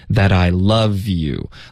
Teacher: that I 特的音也会浊化